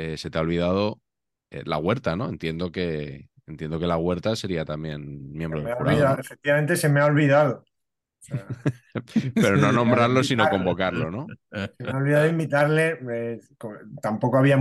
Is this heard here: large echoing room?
no